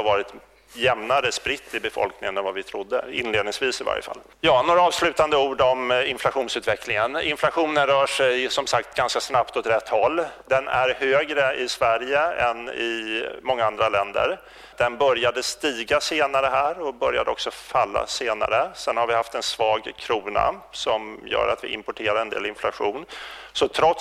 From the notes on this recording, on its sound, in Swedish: Presenterar Svensk Försäkring den årliga rapporten Omvärldstrender vid ett seminarium på Finlandshuset i Stockholm. Det här är en ljudupptagning av det seminariet.